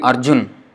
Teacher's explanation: So, Arjuna. But in Hindi, it will be Arjun. The A is not pronounced.